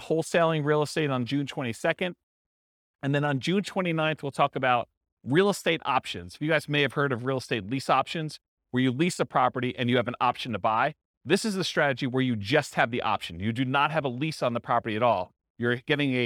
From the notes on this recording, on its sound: This was a live class recorded